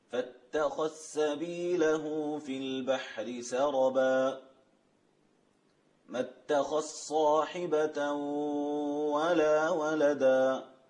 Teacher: تدغم الذال في السين والصاد · Term: إدغام الذال